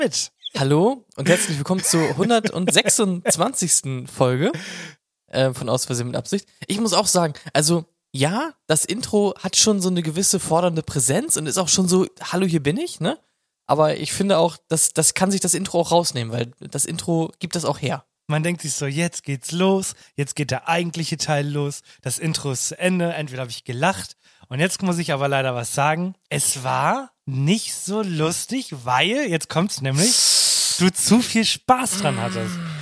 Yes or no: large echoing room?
no